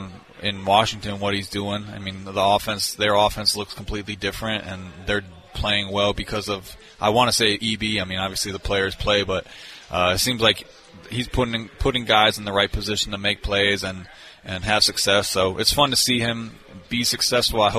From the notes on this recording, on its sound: LIVE from Hollywood Casino!